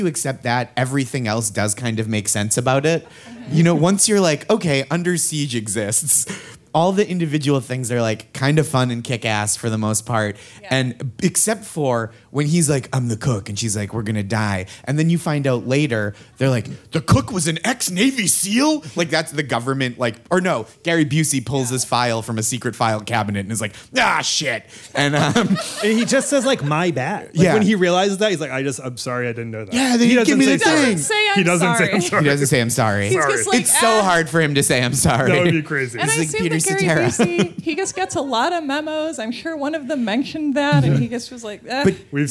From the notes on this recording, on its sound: This episode was recorded on the JoCo Cruise. This episode was recorded on the JoCo Cruise.